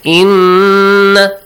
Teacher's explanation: So you extend the sound for two beats and you what? Produce a nasal sound. · Term: نُون مُشَدَّد